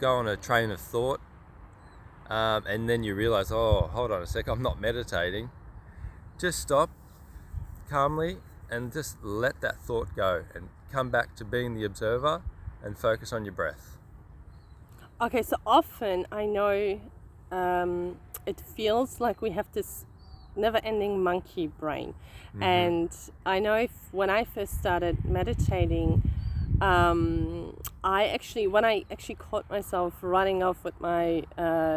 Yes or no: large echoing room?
no